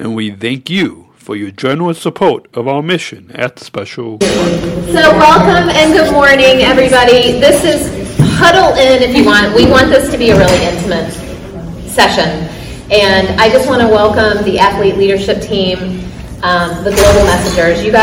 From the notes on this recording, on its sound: Recorded Live from the 2022 Special Olympics USA Games in Orlando, Florida. Special Olympics Athlete Panel & Unified Leadership Introduction Training Presented to Coca-Cola employees.